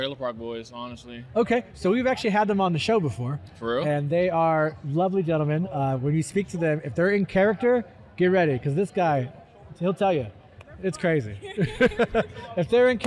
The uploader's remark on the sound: “Live” from Fan Expo Portland!